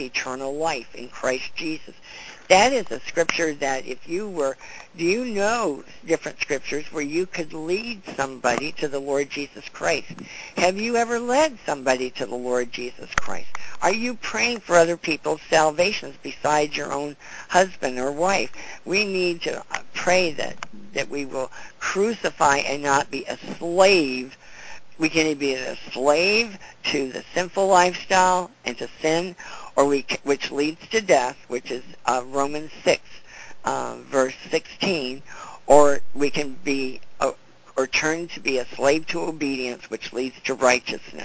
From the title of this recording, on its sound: CONFERENCE CALL